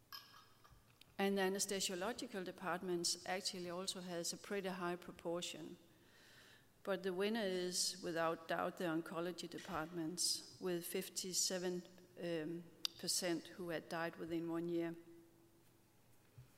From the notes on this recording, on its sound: The event concluded with a Q&A session with the panel